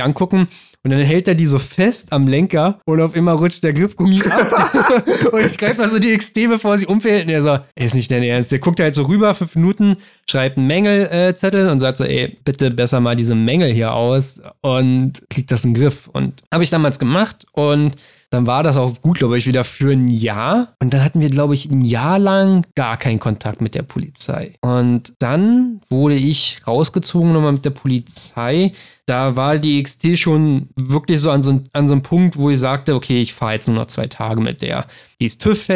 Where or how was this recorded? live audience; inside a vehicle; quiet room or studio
quiet room or studio